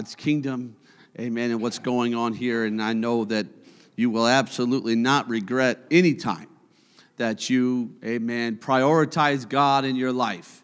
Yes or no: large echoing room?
yes